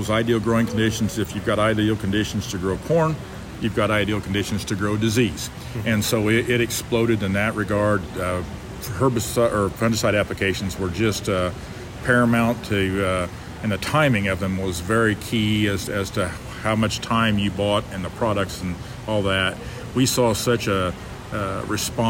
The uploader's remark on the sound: live at the Tar Spot Summit, hosted by AgReliant Genetics near Indianapolis, IN this week